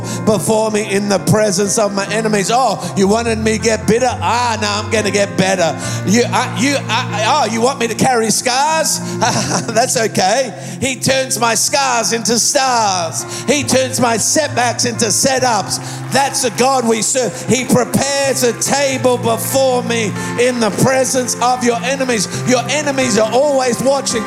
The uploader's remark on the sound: Recorded live at Planetshakers Church (Melbourne).